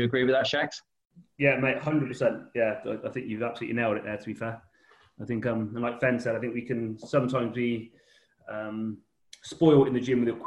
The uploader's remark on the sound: This was a live discussion on zoom